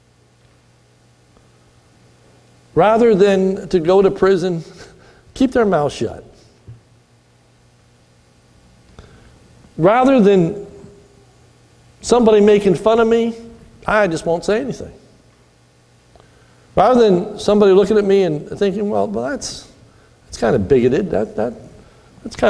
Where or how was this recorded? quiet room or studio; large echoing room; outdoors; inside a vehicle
large echoing room